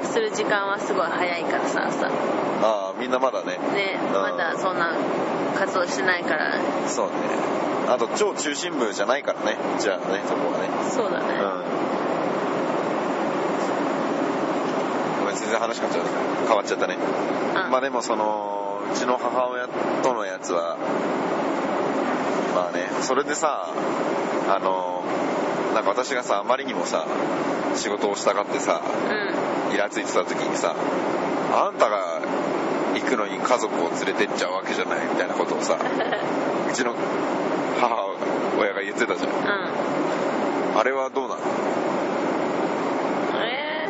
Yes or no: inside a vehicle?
yes